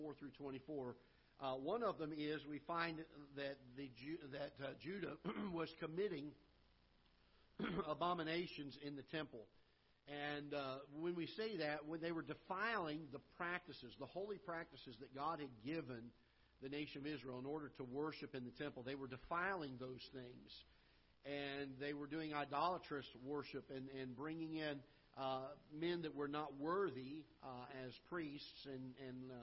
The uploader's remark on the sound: Ketha Heights Baptist Church ~ Live Broadcast